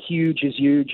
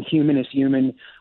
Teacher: where the H is dropped, it becomes a y sound, is a well-known phonological aspect of certain varieties of American English, including those spoken in certain parts of New York City.